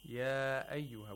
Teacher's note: He does tawassut of matul munfasil, meaning he lengthens the matul munfasils to four vowel counts.